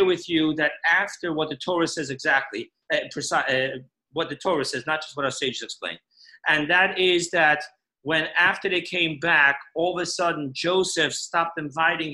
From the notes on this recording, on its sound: Parsha Zoom Class.